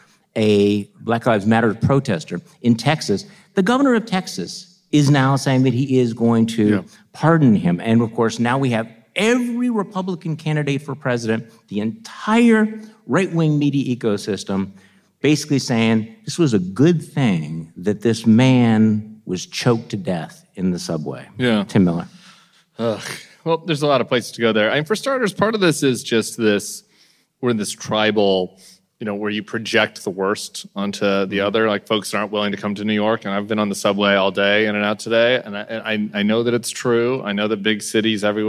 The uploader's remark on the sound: Live from New York.